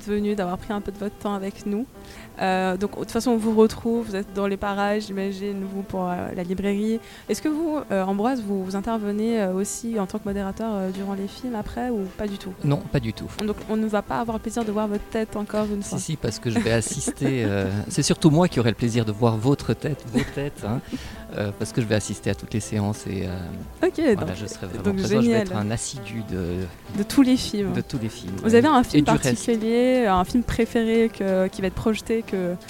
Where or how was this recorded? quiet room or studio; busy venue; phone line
busy venue